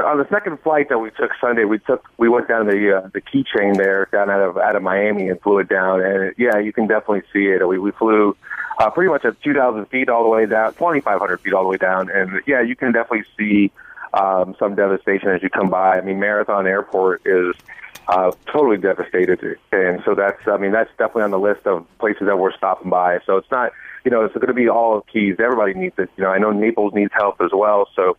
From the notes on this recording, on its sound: We also had call ins. Joins us on the phone lines.